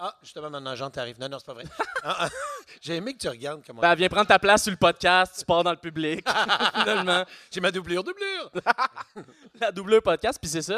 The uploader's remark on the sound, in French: Live au Minifest. Une discussion d'environ 2 heures devant public. Je perds souvent le contrôle du public.